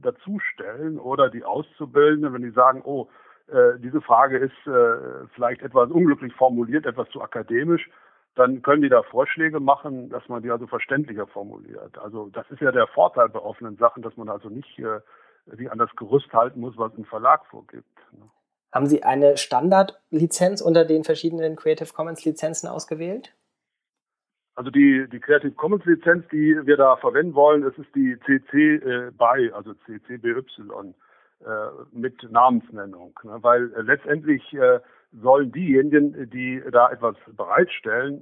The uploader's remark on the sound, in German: im Telefoninterview